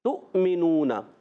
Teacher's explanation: یہ واو کے اوپر جو حمزہ ہے نا، اس حمزہ کی وجہ سے ہم اس کو جھٹکا دے کر پڑھیں گے